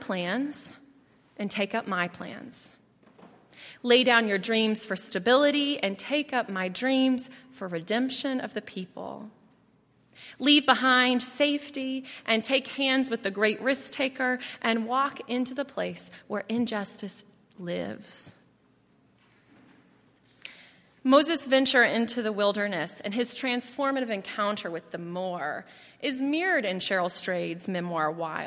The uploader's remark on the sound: at Highland Baptist Church